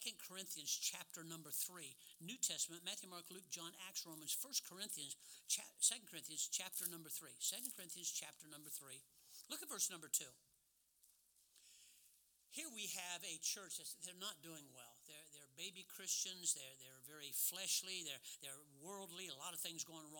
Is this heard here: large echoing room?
yes